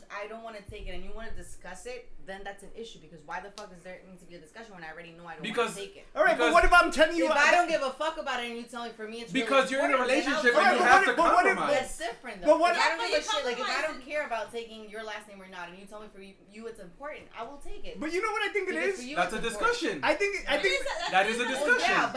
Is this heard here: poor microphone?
yes